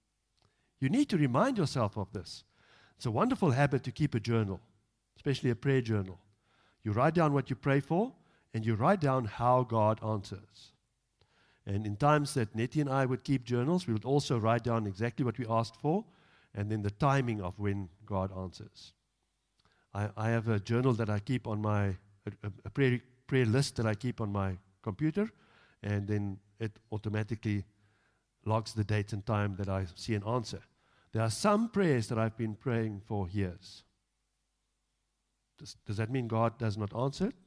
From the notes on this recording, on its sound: Evening Worship Service - 10 July 2022